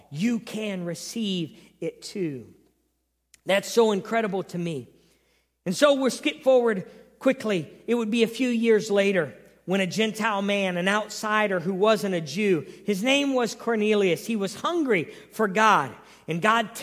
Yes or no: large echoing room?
yes